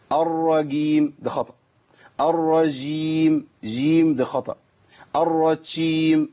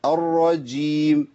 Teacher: الجيم لابد من تعطيشها وبيان صفة الشدة والجهر فيها. · Shown in: second take